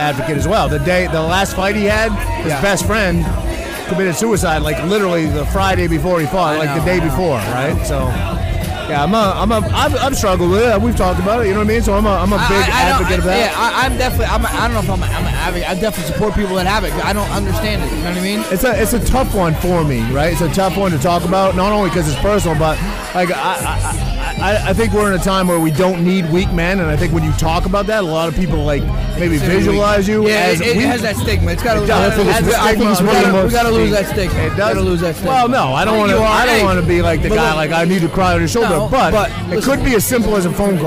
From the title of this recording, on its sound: Live From Pilsner Haus Biergarten